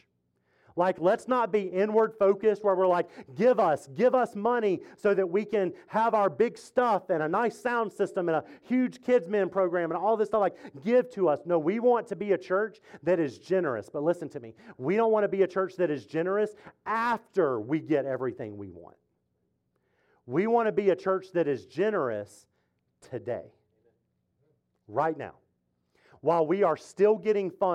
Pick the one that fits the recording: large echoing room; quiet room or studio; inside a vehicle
large echoing room